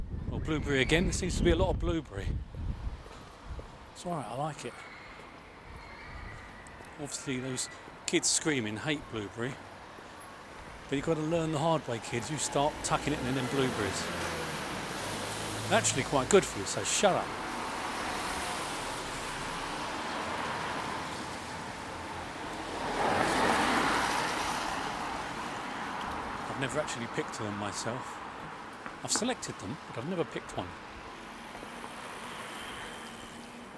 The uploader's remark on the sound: we take an antediluvian amble along the back streets of Brighton into Hove